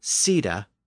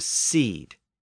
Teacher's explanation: It's called an open syllable. But then the E at the end became silent in Middle English, and the pronunciation shifted from sida to seed. So it was reduced to a single syllable when the E at the end went away.